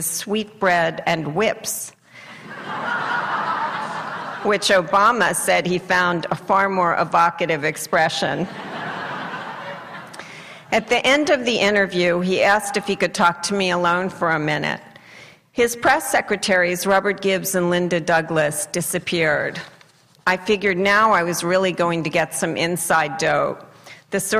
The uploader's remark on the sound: addresses an audience at UC Santa Barbara